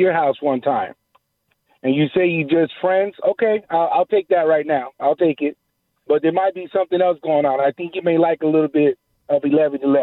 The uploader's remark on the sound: The phone lines continue to light up and share their opinions.